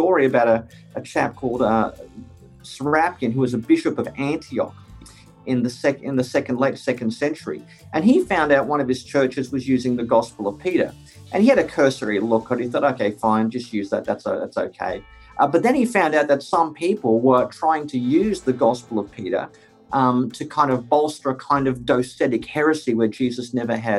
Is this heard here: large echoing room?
no